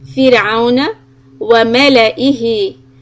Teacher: When the راسكون is preceded by كسرة، it's soft, fir, with a smile and no air in the mouth.